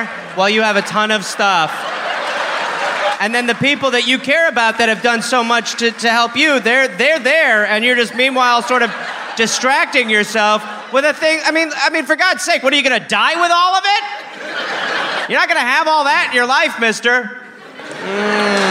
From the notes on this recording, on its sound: Live in Pittsburgh.